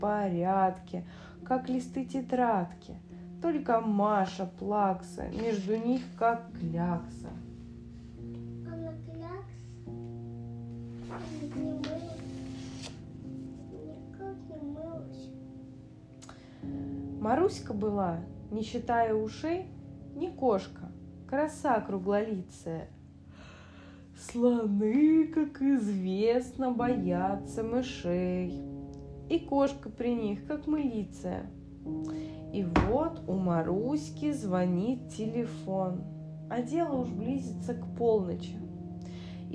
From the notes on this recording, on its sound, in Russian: Этот выпуск составлен из архивных диктофонных записей. Иногда я фиксирую эти беседы себе на память.